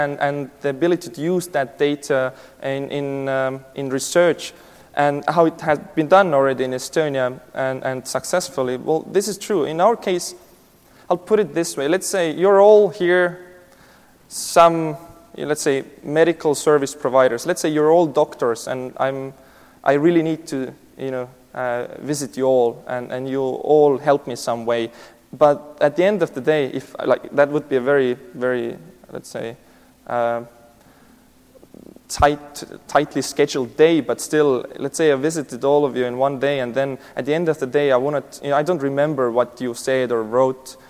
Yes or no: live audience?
yes